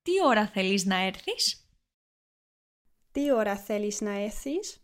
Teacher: It's to make that change with my tongue, like quickly, because with the R, it's kind of behind your teeth. And then with the theta, you should put it between your teeth. And to make that change really quickly, in one word is difficult for me.